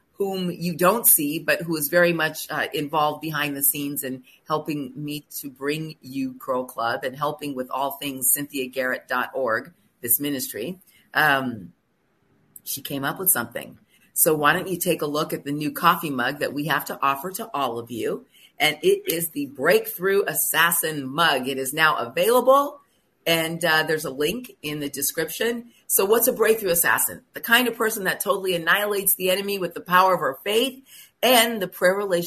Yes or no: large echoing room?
no